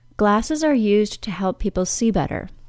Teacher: In those sentences, the verb plus infinitive was not reduced to the same extent as the informal contraction used to. When I'm not creating the habitual past, the Z sound and D sound of the verb used remain. The OO sound of the word to can still be reduced to schwa, however.